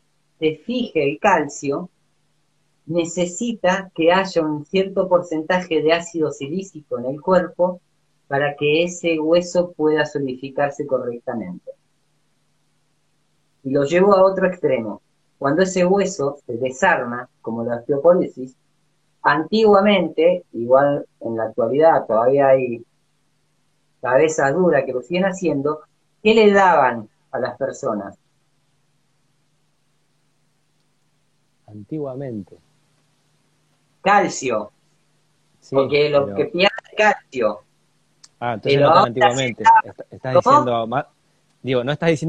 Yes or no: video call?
yes